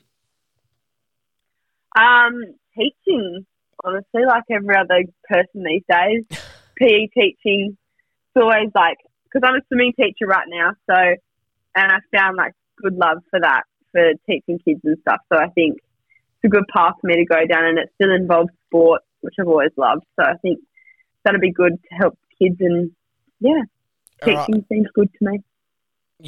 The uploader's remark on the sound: joins over the phone